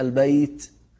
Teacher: البيت والتاء مهموسة من حروف الأمس، سكت فحثه شخص، حروف سكت فحثه شخص هي حروف الأمس، فالتاء مهموسة، لأنك لو قلت البيت فين التاء؟ مفيش تاء، لكن لازم تخرج هكذا البيت، يبقى حرف همس.